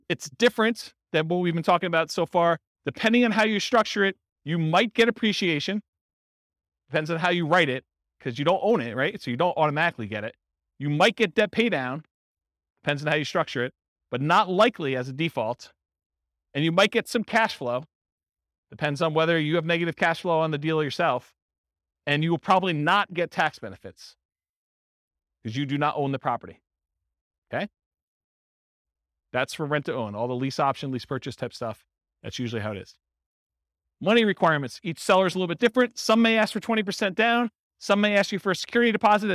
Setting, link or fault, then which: setting, live audience